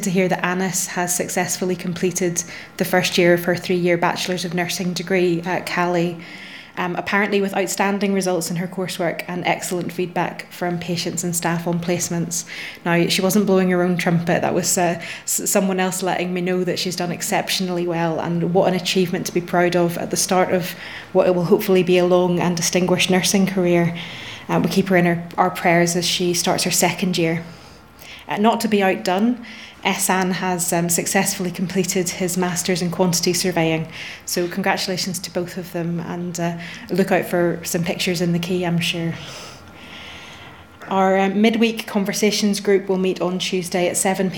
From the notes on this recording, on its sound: Audio podcast of morning service